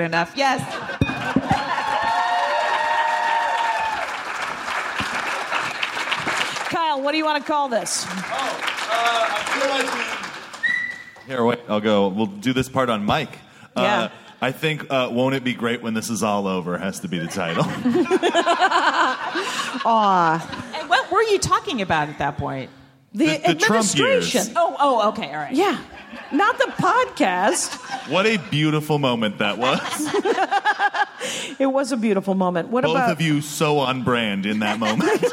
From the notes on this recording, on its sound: live from LA Podfest!